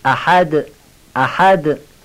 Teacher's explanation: باید خیلی ظریف و روان این دال رو ادا کنیم، یه تکان کوچک به دال بدیم که تبدیل به ته نشه